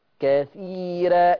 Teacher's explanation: ياء ساكنة. وكثيرا الراء مرققة عشان قبلها برضو إيه؟ ياء ساكنة